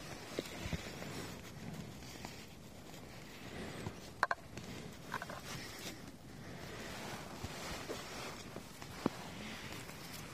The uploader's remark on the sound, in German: Dazu reichlich Atmo aus dem öffentlichen Nahverkehr. Frisch aufgenommen bei Temperaturen wie aus dem Gefrierfach.